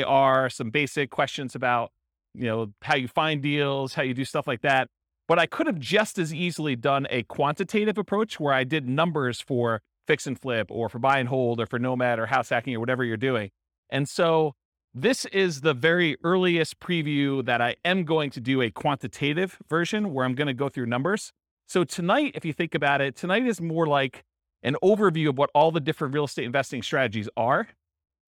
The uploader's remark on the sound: Real estate entrepreneurs in Lubbock, Texas. This was a live class recorded to give investors a solid qualitative overview of all the different real estate investing strategies. Live in-person version.